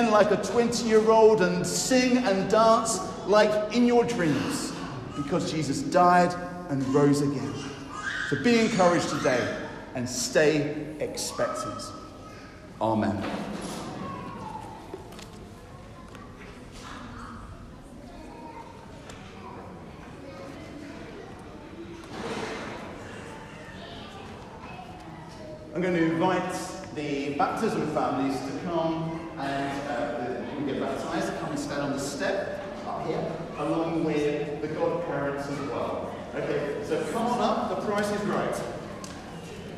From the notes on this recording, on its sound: I have recorded on Easter Sunday an encouraging talk at Newcastle Holy Cross (Fenham)